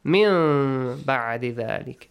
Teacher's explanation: Ah, change. Change the noon to a hidden meme sound.